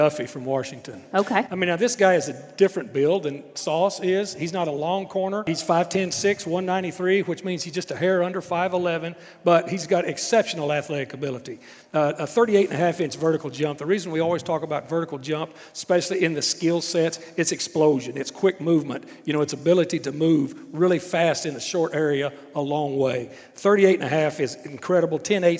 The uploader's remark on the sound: LIVE at Hub City Brewing. From Hub City Brewing in Jackson, TN.